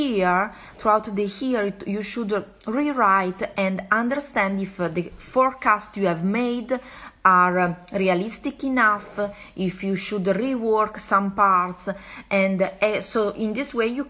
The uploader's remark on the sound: This Episode is recorded from an Instagram Live.